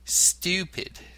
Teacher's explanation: the U in stupid and duty is pronounced with a Y sound, not oo as in the American accent. Thus it is pronounced stupid, not stupid.